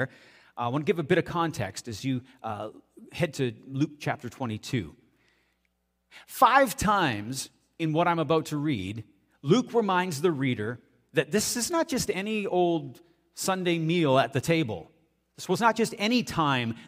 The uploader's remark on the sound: audio taken from the March 26, 2023 Sunday sermon at FBC Charlottetown PEI Canada